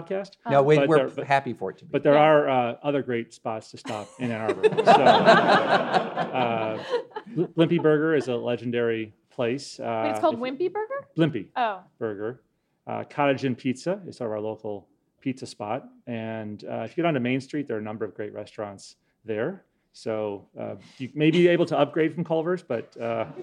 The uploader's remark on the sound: Live from the University of Michigan. Tape a live episode at the University of Michigan in Ann Arbor, Michigan.